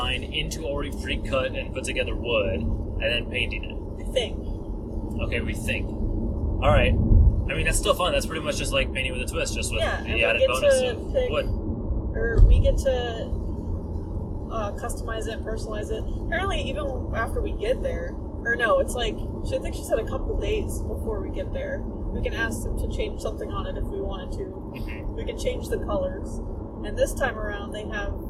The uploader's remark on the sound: are in the car again